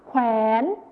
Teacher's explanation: คำว่าแขวนเป็นภาษาไทยมาตรฐานจะมีคำควบกล้ำวอแหวนนั่นเองค่ะ